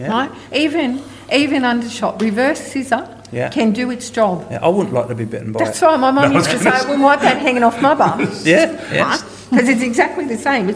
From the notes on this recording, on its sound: our first ever live podcast recording